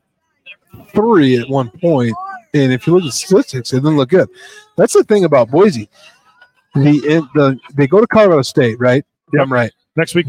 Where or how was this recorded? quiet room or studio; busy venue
busy venue